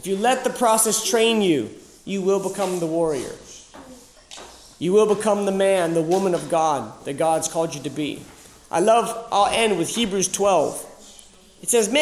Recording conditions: live audience